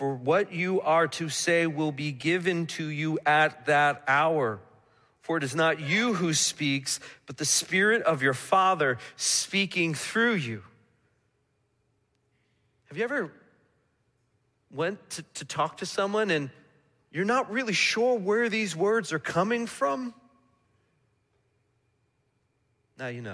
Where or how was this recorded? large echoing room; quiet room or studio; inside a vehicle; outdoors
large echoing room